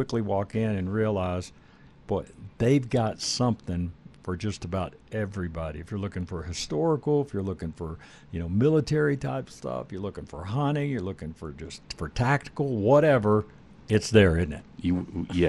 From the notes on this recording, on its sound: In Lakewood, Colorado. Sportsman of Colorado Radio will be broadcasting live from The Gun Room at 1-2pm.